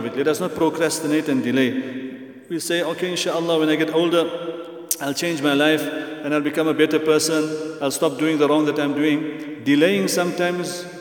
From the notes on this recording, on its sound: At the Houghton Masjid (West Street).